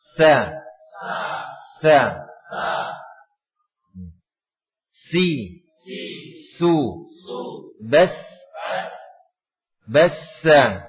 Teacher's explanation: Huruf sin ini ujung lidahnya sekali lagi tidak menempel, ya, tidak menempel.